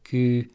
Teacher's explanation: azok a nyelvjárások, amelyek erősen íznek, azokban az ő ó hangok is gyakran válnak zártabbá · Term: zártabb ejtés